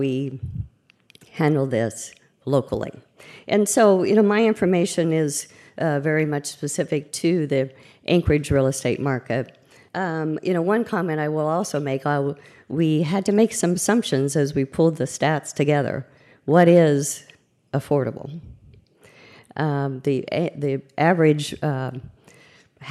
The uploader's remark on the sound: At the Anchorage Museum. About Addressing Alaskans features local lectures and forums recorded at public events taking place in Southcentral Alaska.